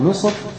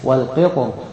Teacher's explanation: مصر الأرجح فيها التفخيم والقطر الأرجح فيها الترقيق